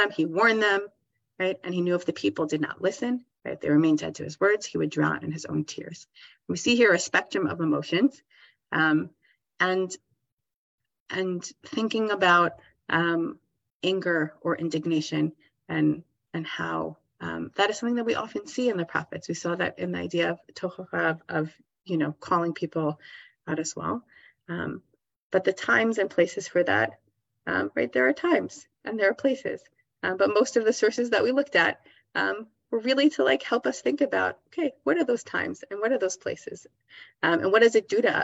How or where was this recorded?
video call